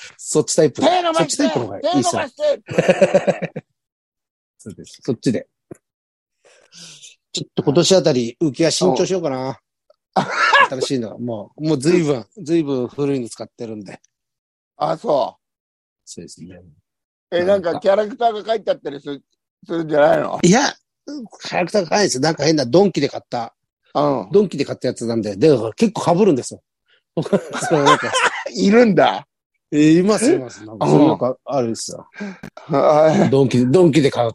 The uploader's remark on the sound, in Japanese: ZOOMで収録